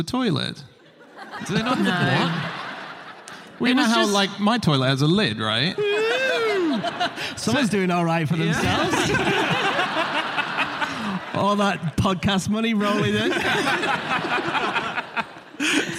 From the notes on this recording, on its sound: Live from the Union Chapel in London